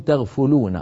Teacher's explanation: لو تغفلون بضم الفاء وليس تغفلون بفتح الفاء